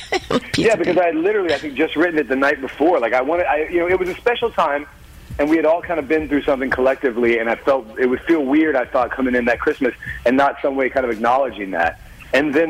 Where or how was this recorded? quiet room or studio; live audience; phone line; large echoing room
phone line